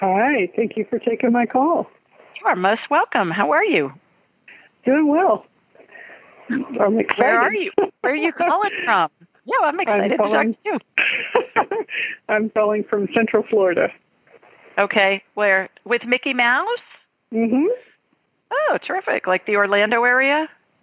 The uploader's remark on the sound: several callers from all over North America